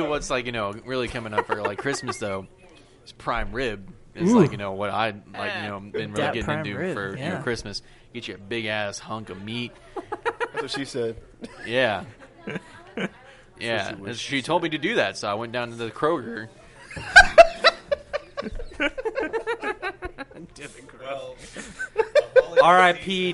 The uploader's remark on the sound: live from Midway Craft House in Denton TX